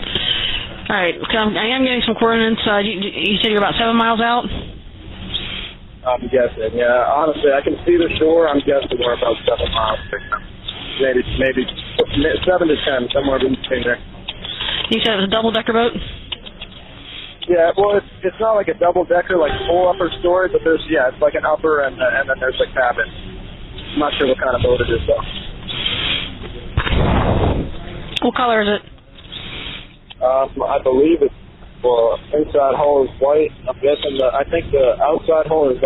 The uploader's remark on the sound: Audio: 911 call from Sarasota residents held against their will on a fishing boat.